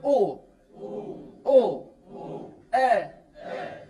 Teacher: يعني القارئ ينطق بالفتحة ويشير إلى الضمة باعتبار أن الضمة هي من ضم الشفتين · Term: الإشمام